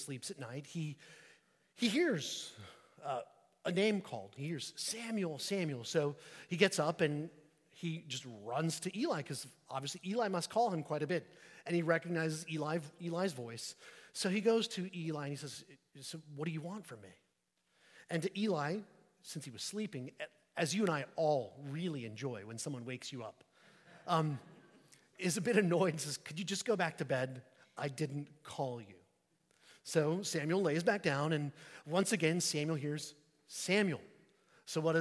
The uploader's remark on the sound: at St Peter the Fisherman, New Smyrna Beach